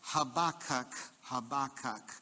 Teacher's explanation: with emphasis on the second syllable is probably best